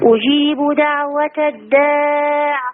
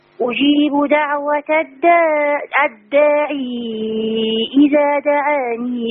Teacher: في الوقف ما فيهاش ياء وفي الوصل فيها ياء